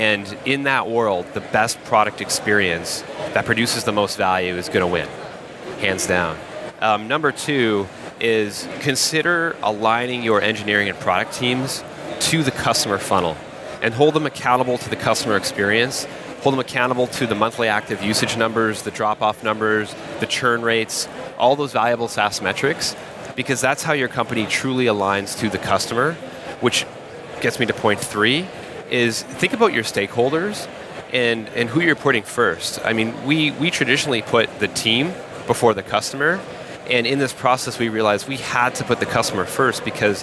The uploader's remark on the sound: Coming to you live from Dublin where we just wrapped the fourth SaaStock flagship conference. This interview was part of the Podcast stage, where we hosted a plethora of podcasters who interviewed our speakers.